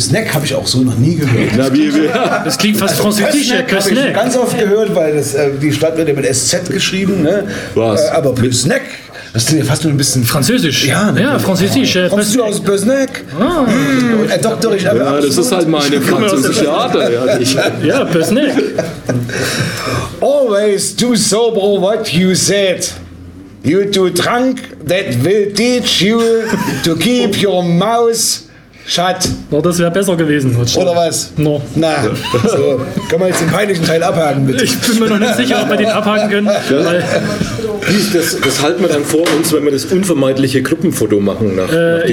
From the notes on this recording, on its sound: Live at Hemingway Hof. Live und ungeschönt geben wir uns der desolaten Sonntagabendverachtung beim Lesefest DIE DUNKLE SEITE 2023 in Hof hin.